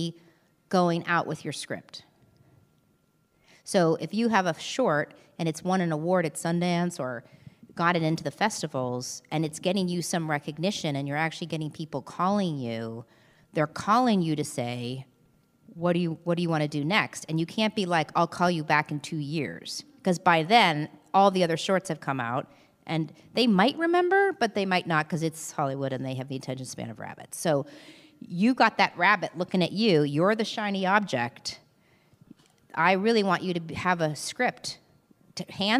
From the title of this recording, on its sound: LIVE From SLO